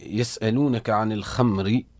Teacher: الراء هنا حكمها الترقيق. لماذا؟ لأنها مكسورة، لأنها متحركة بالكسر، متحركة بالكسر.